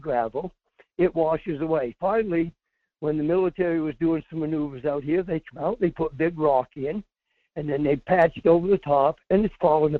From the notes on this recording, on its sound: including a lot of phone calls